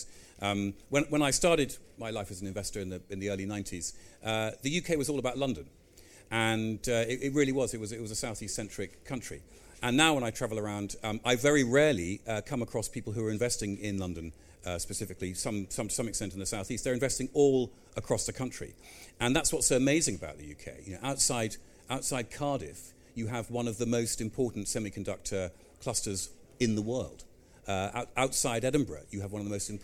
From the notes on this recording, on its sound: a keynote speech, delivered live at the EG Pavilion at MIPIM 2023